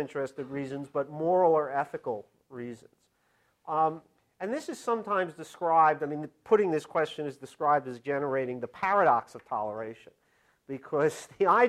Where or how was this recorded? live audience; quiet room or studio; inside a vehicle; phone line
live audience